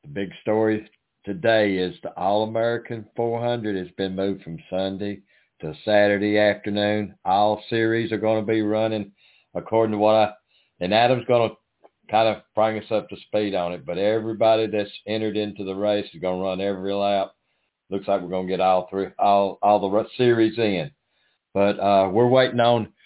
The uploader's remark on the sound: the next guest to call